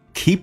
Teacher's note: keep 长元音，嘴角拉到极限